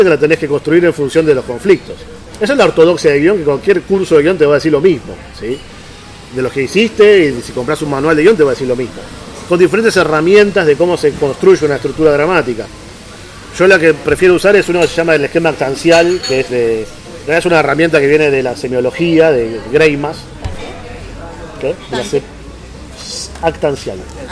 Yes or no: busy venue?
yes